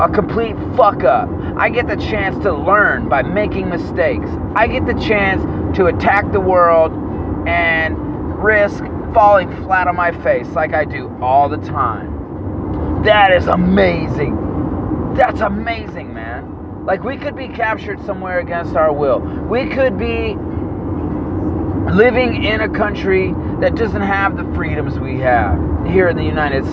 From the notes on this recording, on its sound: Please excuse the road noise.